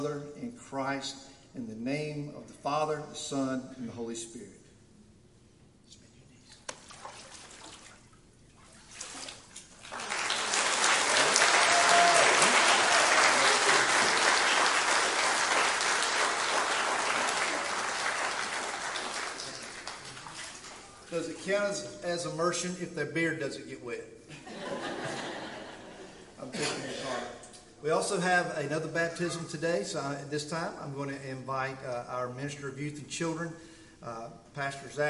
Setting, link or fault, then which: setting, large echoing room